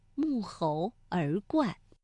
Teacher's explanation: 这个冠啊是一个多音字，它在沐猴而冠当中读四声